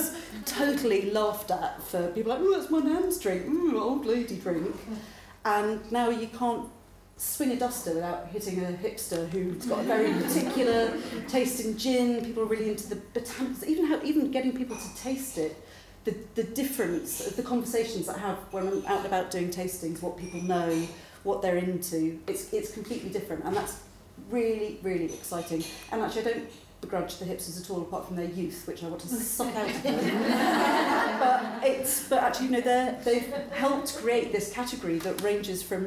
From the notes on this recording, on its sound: This is a podcast recorded live at the 9% Event in Brighton.